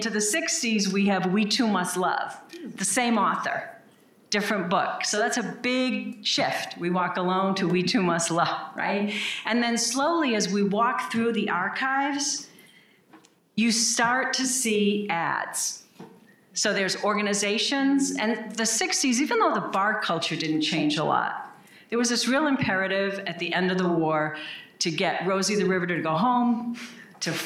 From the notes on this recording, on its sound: Q&A with our live audience